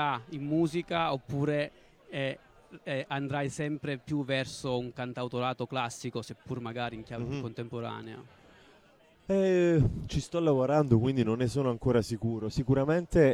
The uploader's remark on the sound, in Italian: La diretta di Sanbaradio a Poplar. A Trento. Nella sezione cult del festival.